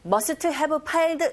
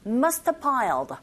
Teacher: Must have PP 형태로 뭐뭐 했음에 틀림없다라는 뜻으로 쓰이는 과거일에 대한 강한 추측을 나타낼 때 이렇게 표현을 하게 되는데 소리 낼 때 여러분 must have piled 이렇게 들리는 것이 아니라 have가 약화되어져서 어떤 경우에는 must piled 이렇게도 들릴 수 있다 · Shown in: second take